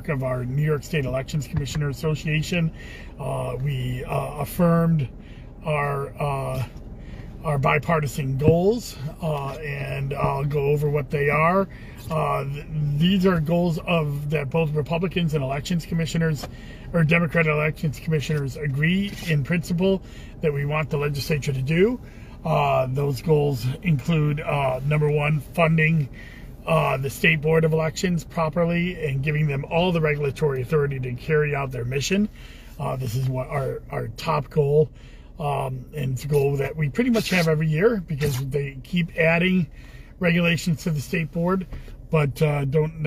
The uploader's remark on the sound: Commissioner in a Car